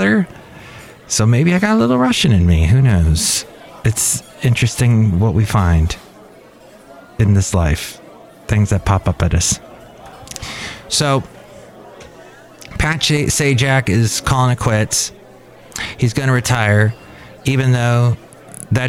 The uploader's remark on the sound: podcasts live from Café Anyway